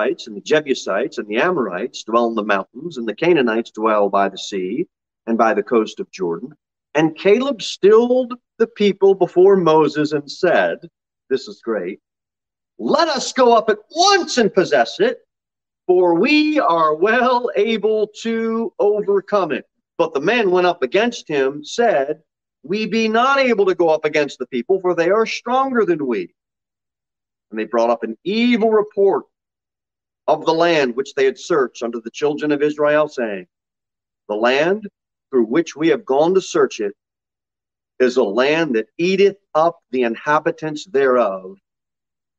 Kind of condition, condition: setting, large echoing room